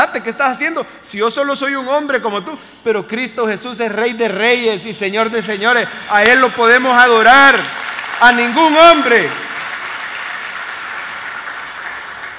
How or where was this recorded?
large echoing room